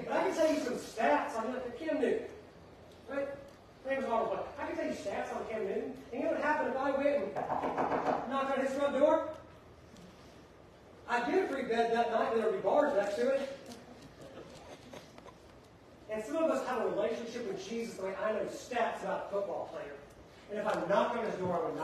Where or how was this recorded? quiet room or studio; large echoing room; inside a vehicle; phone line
large echoing room